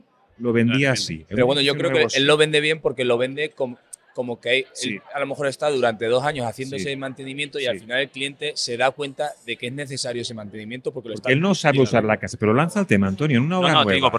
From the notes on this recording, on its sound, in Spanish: entrevistas que gravamos en la pasada Conferencia Española del Passivhaus en Valencia